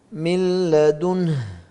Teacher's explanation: من لدنه النون مع اللام، ذهبت النون وذهبت صفتها وهي الغنة · Term: إدغام كامل